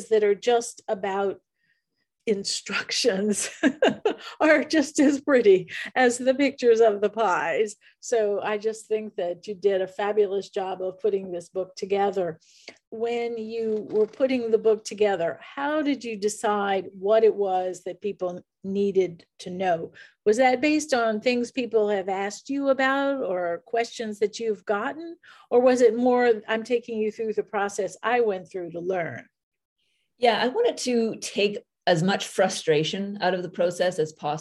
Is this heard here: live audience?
no